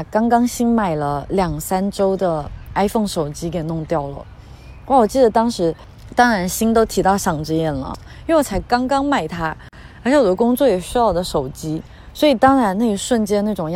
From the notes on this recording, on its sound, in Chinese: 这一期是在里斯本的城市公园录制的，风声比想象中大了一些，在某一部分可能会影响一部分音质